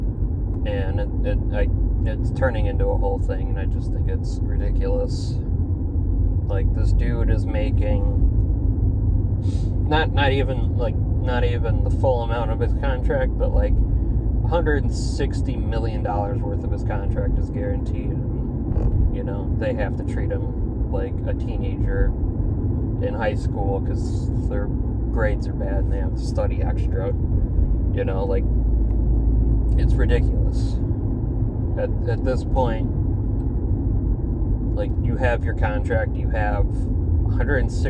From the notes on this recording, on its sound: ignore some of the background noise I was driving.